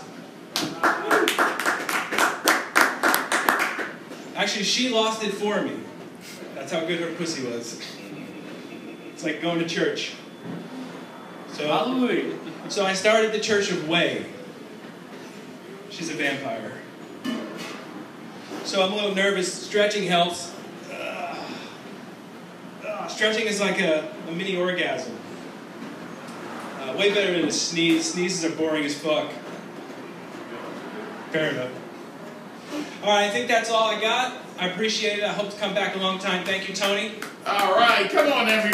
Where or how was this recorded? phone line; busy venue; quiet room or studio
busy venue